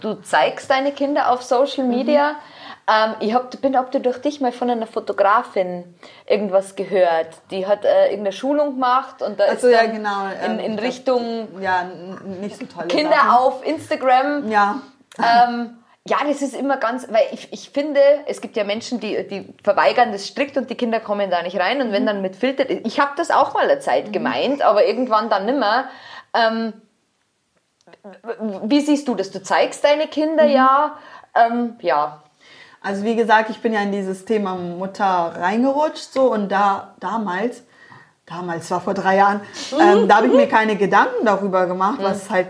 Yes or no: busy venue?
no